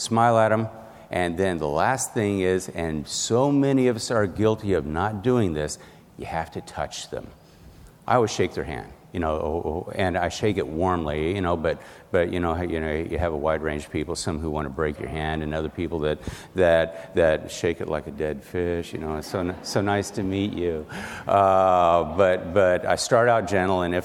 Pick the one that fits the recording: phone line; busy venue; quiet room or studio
busy venue